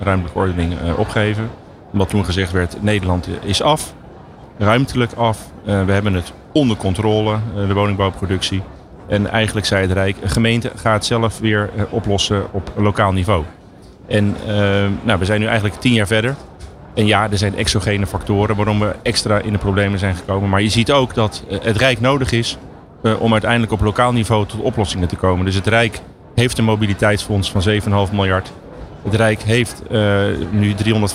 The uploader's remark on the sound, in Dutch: New Business Radio op de PROVADA 2023